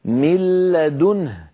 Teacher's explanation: ولا يبقى من النون شيء، لا ذاتها ولا غنتها · أما مثال النون كما نرى فمثاله من قوله تعالى من لدنه كان النطق قبل الإدغام من لا، نون ساكنة بعدها لام، بعد أن أدغمنا النون في اللام صار النطق بلام مشددة · Term: بغير غنة